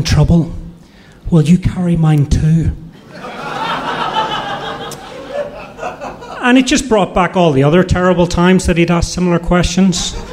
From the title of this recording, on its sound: Live From Salt Lake